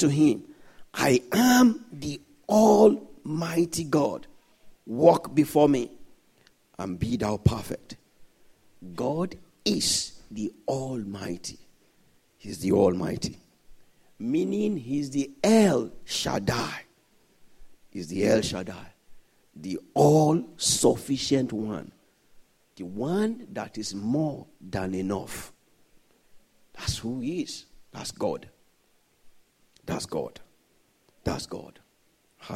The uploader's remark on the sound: This Sunday Service message